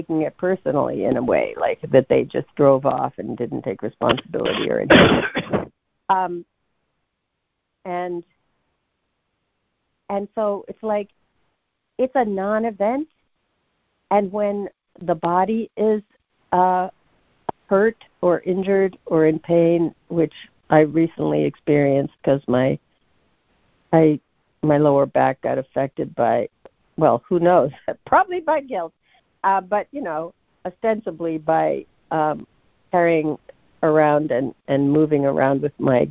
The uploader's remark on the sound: ACIM Daily Conference Call